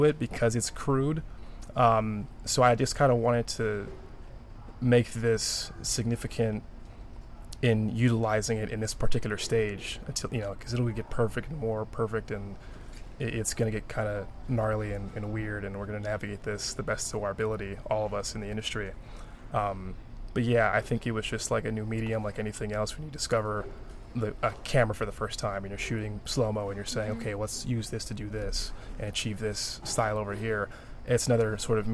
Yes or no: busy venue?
yes